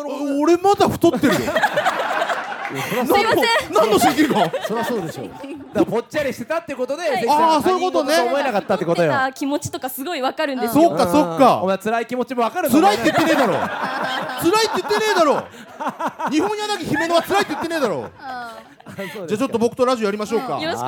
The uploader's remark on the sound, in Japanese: 東京アナウンス学院から公開収録（２週目）。